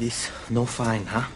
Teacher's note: It's a little marred by some West Indian intonation.